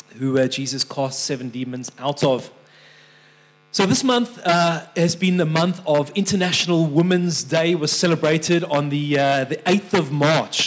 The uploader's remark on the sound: This message was recorded live at our Malmö Gathering on Sunday, March 26th, 2023.